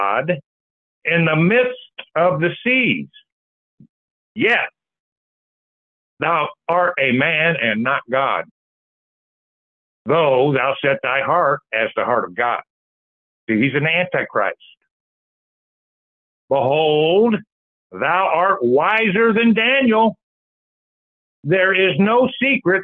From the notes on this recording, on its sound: Call In Bible Study